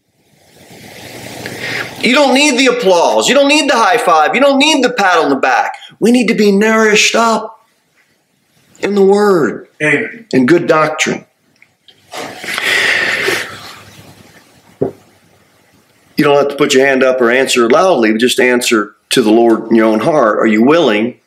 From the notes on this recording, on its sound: Sermon delivered at Pilgrim Baptist Church on Thursday, November 16, 2023, at 6-15 pm. Cookeville, TN 38501.